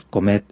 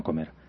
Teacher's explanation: esa D es verdad que se pronuncia muy relajada y se acerca mucho en la pronunciación a una R · Shown in: first take · es comed y no comer.